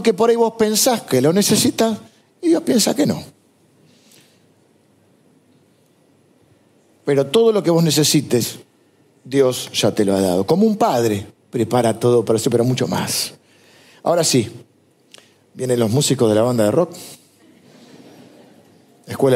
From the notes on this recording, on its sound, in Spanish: grabada en vivo en el auditorio de Iglesia del Salvador